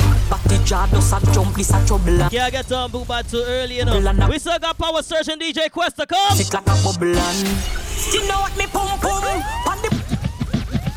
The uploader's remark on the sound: LIVE AUDIO FROM CLUB EMOTIONS LIVE STREAM